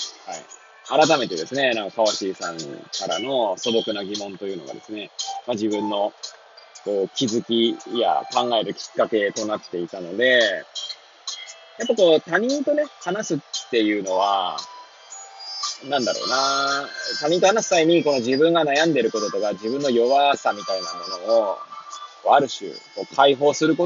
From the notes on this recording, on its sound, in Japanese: Airpods を付けた状態で、車中で収録しており、雑音などが入る可能性があり、ご容赦ください。